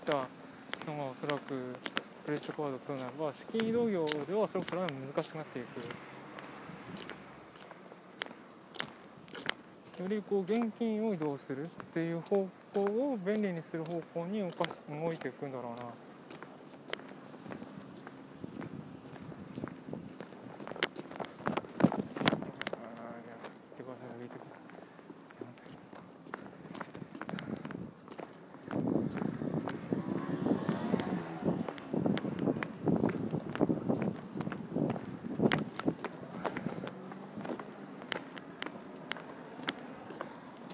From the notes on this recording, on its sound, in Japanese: 通勤時，バスを降りてから職場まで歩く時間に，iPad miniのボイスメモを回してみる。